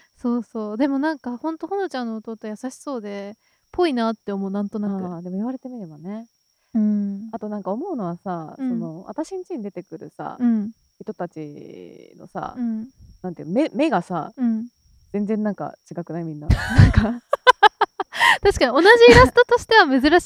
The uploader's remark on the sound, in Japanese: 公園収録なので鈴虫がすごいです。